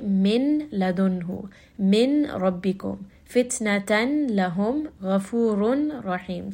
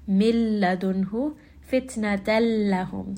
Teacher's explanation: You hear that I still have that noon sound. So I'm going to get rid of that noon sound completely and just merge them to the next letter. · Shown in: second take